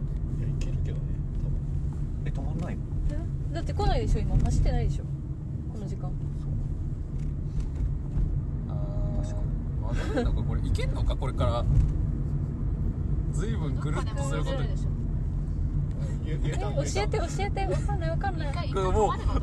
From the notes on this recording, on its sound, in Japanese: 立ち上げメンバードライブラジオ④ 〜江ノ島編〜。収録中は常時マスクを着用しております。